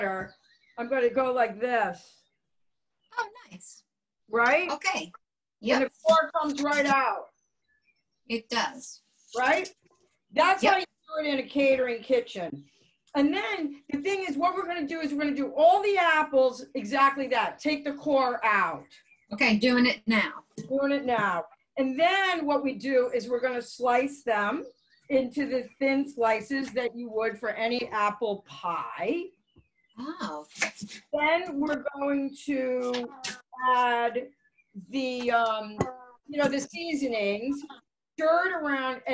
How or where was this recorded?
video call